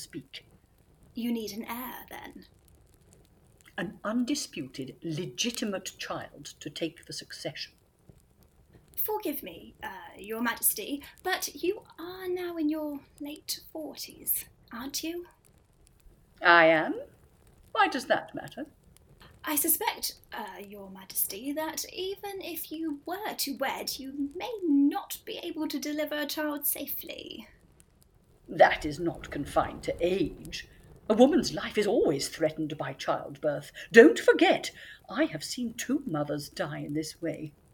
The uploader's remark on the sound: Sound effects from Freesound.org. The Lost Tapes of History was recorded remotely during lockdown in late 2020. As such, the actors used what equipment they had available and were limited by their location. This has resulted in variable audio quality.